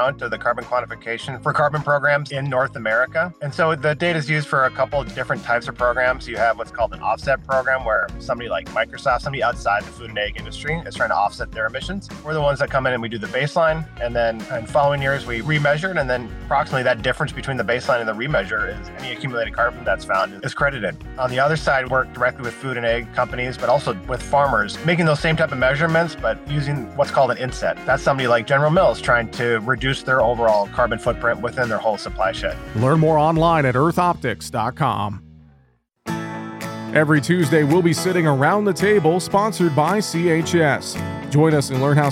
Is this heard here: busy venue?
yes